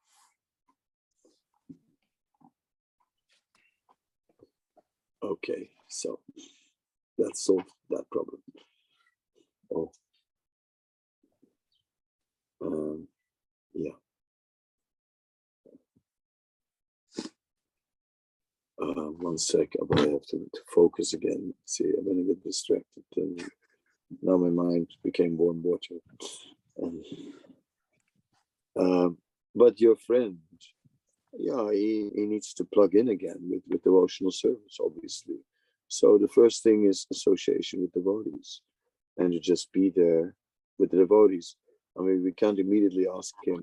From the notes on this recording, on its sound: Zoom Meeting